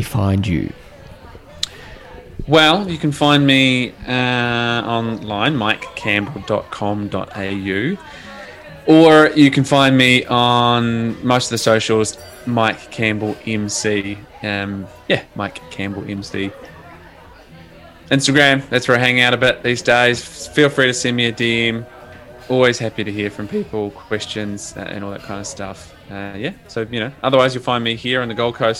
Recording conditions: busy venue